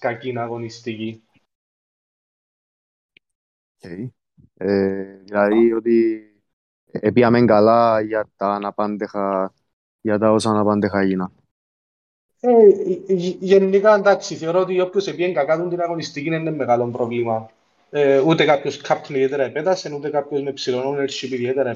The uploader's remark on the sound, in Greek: Live συζήτηση στο discord του FPL Cyprus.